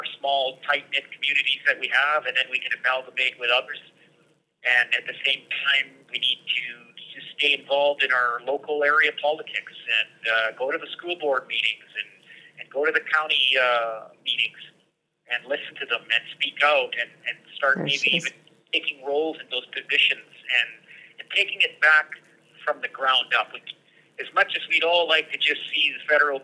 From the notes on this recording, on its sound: joins us on the phone from the remand centre in Lethbridge